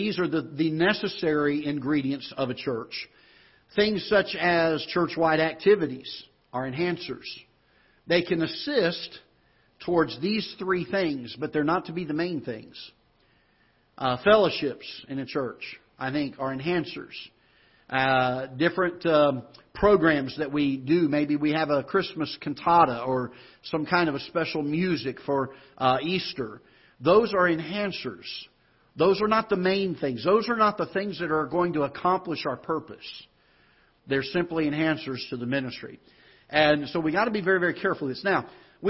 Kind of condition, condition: setting, large echoing room